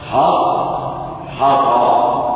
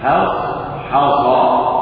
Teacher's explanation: انفتاح للحاء اطباق للصاد انفتاح للحاء اطباق للصاد · Shown in: second take